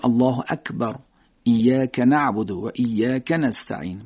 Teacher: کافی که در حقیقت عربی هست با زبان کوچیک ادا میشه، باید نازک اداش بکنیم.